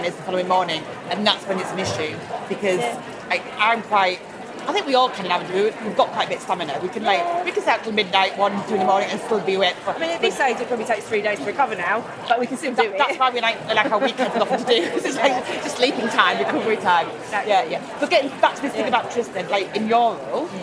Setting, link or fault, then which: setting, busy venue